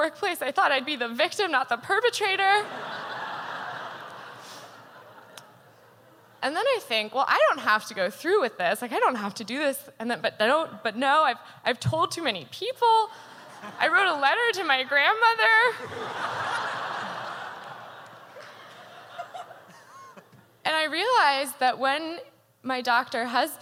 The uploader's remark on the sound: Told live on stage.